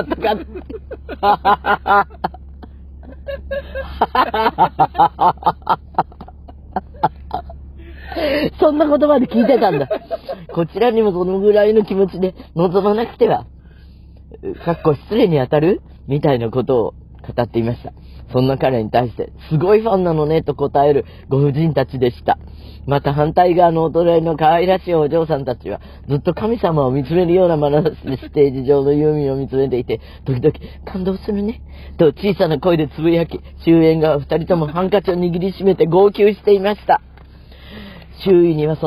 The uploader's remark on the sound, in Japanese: 車の中からコニャニャチワ！だがしかし、車は走っていないようです。